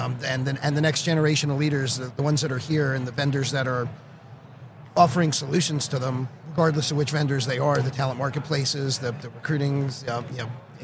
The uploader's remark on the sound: Live at the HR tech 2022 conference